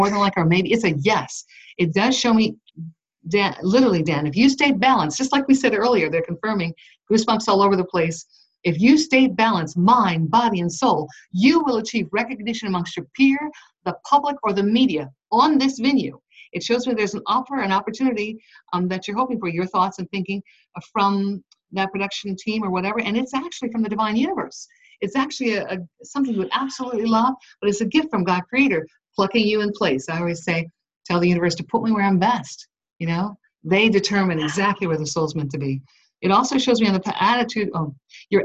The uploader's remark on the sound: Unfortunately, some Skype audio quality issues.